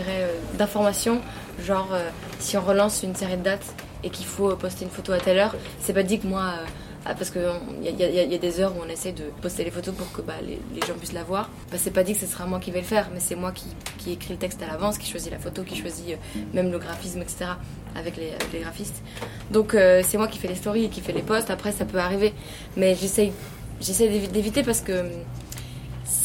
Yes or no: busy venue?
yes